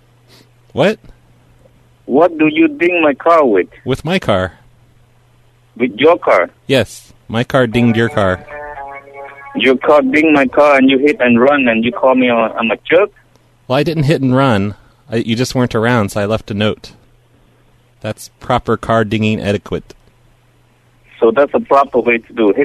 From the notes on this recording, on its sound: RBCP's Personal Prank Phone Calls Collection